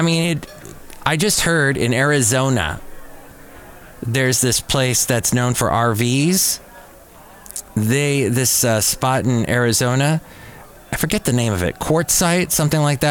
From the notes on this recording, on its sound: podcasts live from Café Anyway